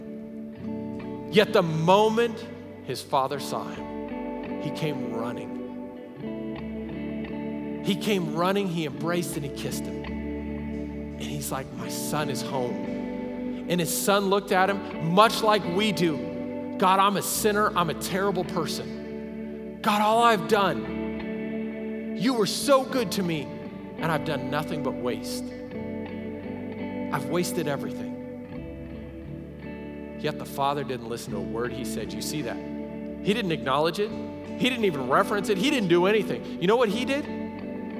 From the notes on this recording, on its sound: Recorded live during our Wednesday night service